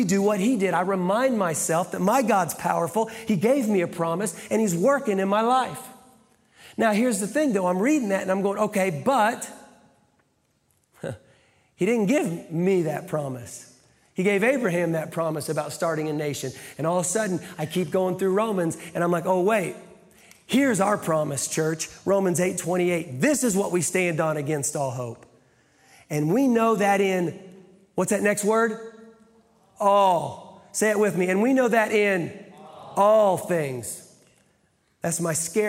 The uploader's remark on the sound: Live from the Brussels campus